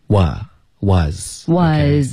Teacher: Was 嘴巴张开，别用儿化音窝。